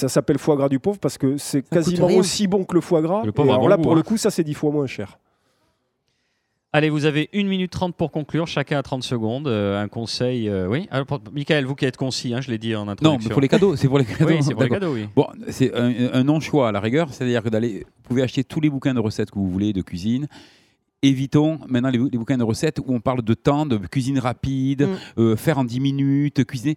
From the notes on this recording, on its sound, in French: Enregistrée au restaurant le Rocher de la Vierge à Toulouse.